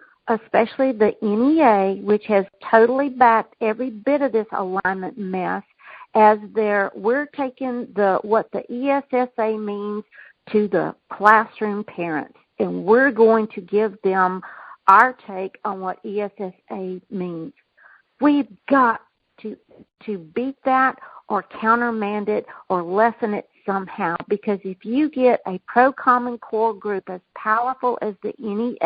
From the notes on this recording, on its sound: Communication Team Conference Call 3